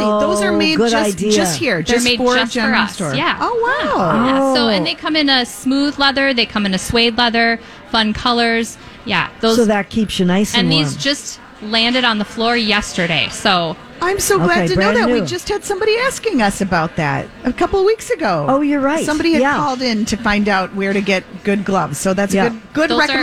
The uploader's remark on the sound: Live at the General Store of Minnetonka